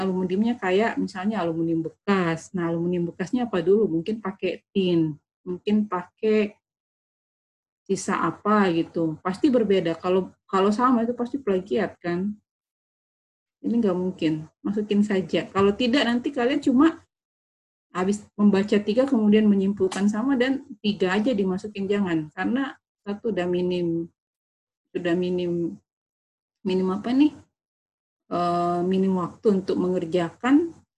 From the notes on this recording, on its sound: zoom meeting